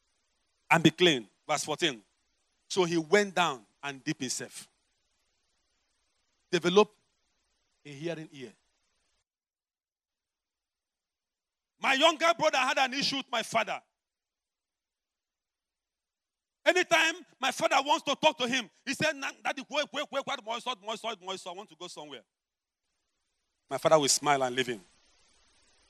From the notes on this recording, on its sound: preached at the Overcomers Church World Outreach